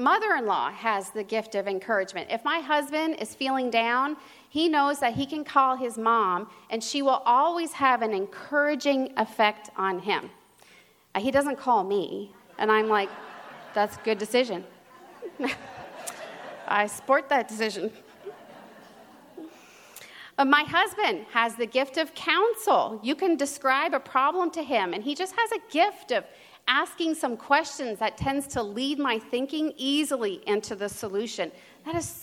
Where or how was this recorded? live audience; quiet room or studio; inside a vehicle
live audience